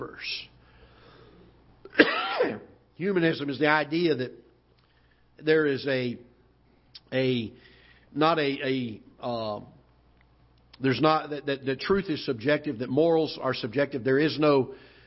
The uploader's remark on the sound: Ketha Heights Baptist Church ~ Live Broadcast